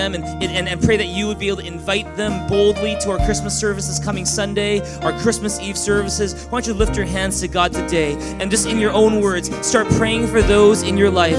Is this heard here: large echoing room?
yes